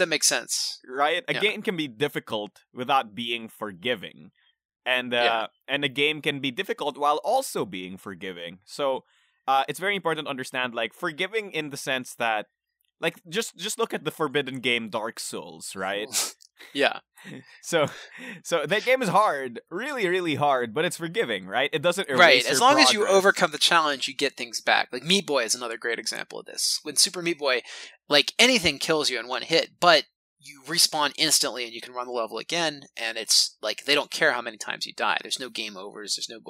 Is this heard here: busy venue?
no